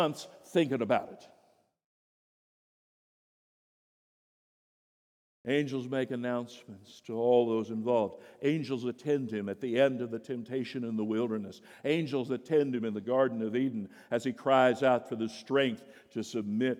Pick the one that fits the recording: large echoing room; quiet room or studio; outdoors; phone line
large echoing room